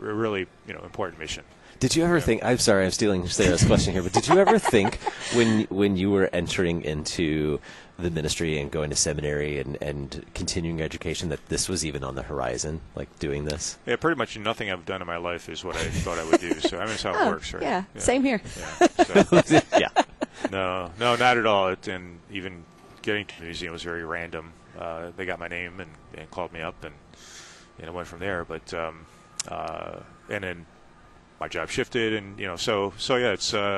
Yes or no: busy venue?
yes